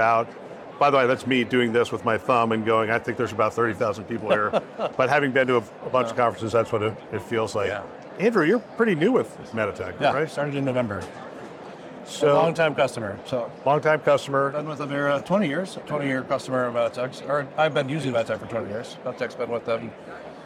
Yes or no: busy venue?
yes